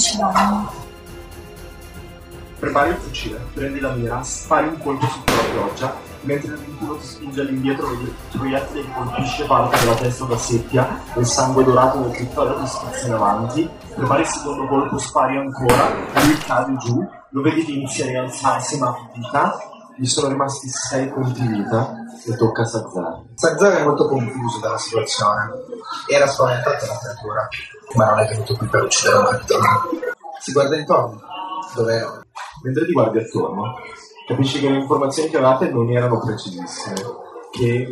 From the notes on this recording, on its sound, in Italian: Live Parte Due. In live dal Play di Modena, la qualità non è il massimo ma il divertimento è assicurato.